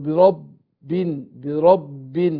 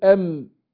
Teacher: عندنا برضو برب، الباء هنا مشددة مشددة مكسورة، وقلنا إن الباء بتخرج بانطباق الشفتين وهي أمكن من ميم